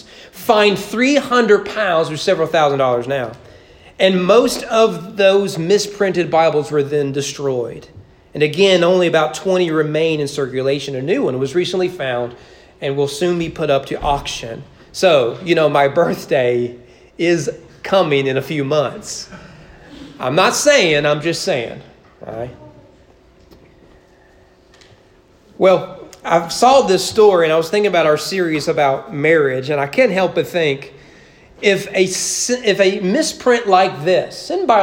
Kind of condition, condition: setting, large echoing room